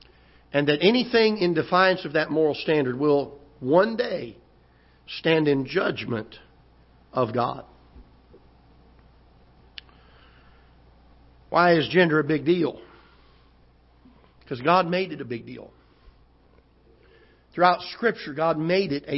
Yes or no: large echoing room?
yes